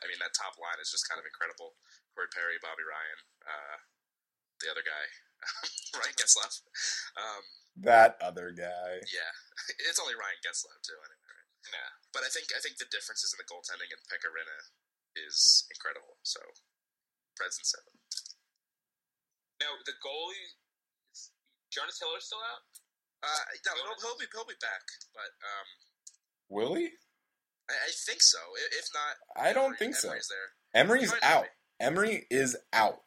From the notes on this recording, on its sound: The sound quality isn't the best this week. We had recording issues and had to settle for a backup recording, which we're lucky we had at all.